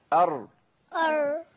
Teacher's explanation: والراء كمان تاتي برضو من الطرف بس من ظهر الطرف